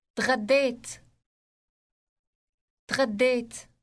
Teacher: تغديت تغديت Note that the last syllable contains a long vowel, and it sounds like the English word ate. Note also that the D sound in the middle is elongated. · It contains a gargling sound similar to that of the Parisian R, if you are familiar with it.